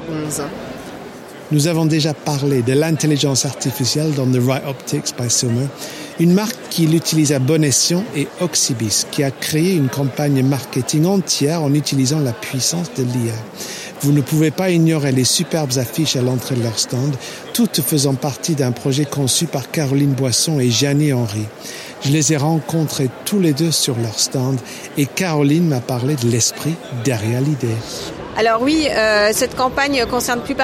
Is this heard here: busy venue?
yes